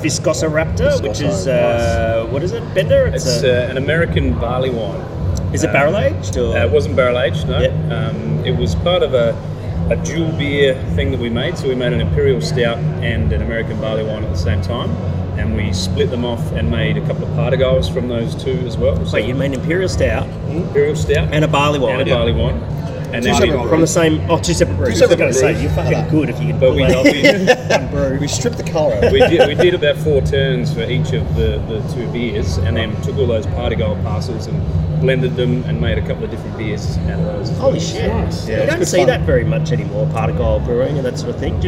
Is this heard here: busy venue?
yes